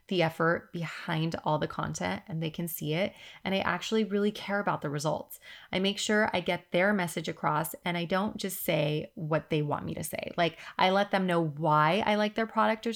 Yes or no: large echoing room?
no